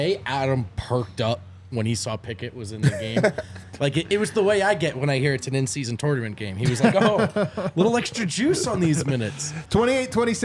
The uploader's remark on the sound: come to you LIVE from the DNVR Bar